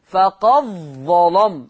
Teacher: هيبقى عندي إضغام الدال في الظاء